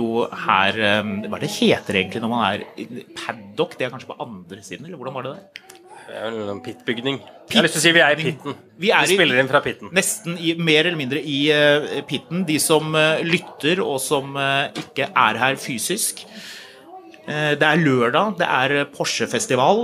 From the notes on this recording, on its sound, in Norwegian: Vi tar turen til Porsche Festival 2023 og lager live podcast fra Rudskogen med 10.000 besøkende. Med oss i paddock.